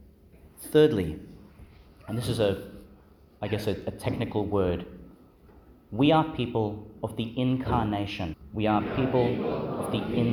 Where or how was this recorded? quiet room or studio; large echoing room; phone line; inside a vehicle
large echoing room